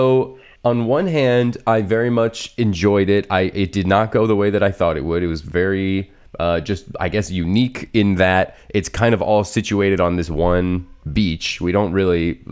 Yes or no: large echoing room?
no